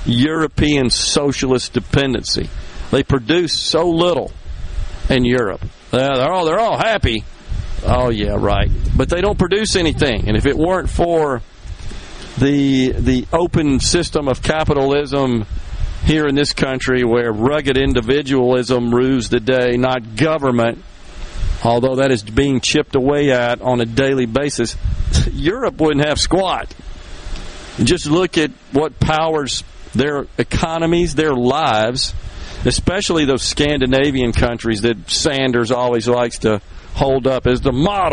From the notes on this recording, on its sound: LIVE from Laurel, MS at the Sportsplex for The 2021 Dixie National World Series